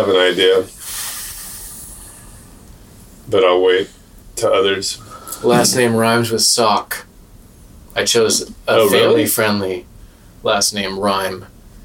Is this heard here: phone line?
no